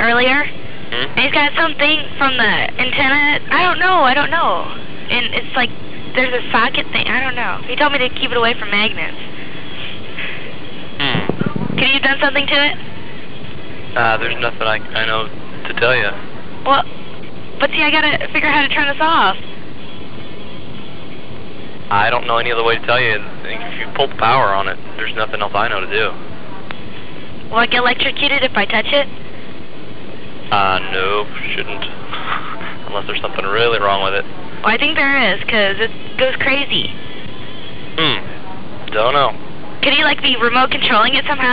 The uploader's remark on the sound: …'s Personal Prank Phone Calls Collection.